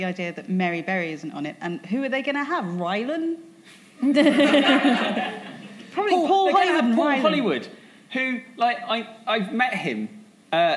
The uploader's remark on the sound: LIVE FROM THE LONDON PODCAST FESTIVAL 2016. This special episode comes live to you from the London Podcast Festival.